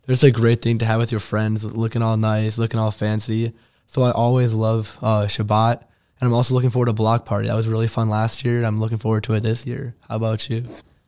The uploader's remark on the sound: we are LIVE from International Convention 2023